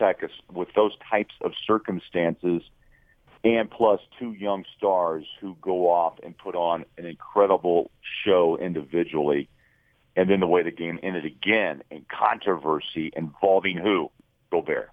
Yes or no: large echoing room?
no